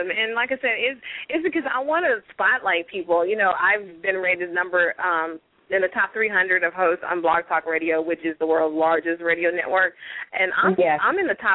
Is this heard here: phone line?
yes